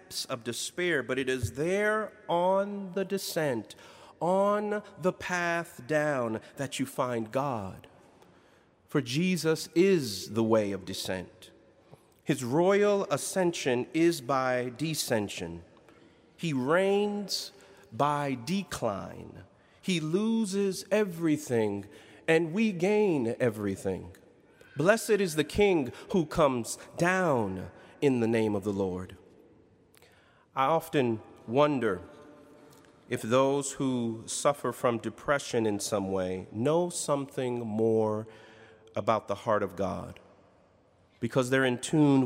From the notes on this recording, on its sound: in Duke Chapel on April 14, 2019